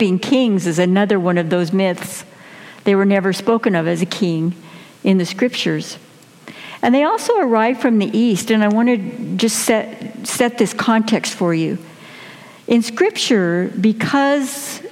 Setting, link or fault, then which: setting, large echoing room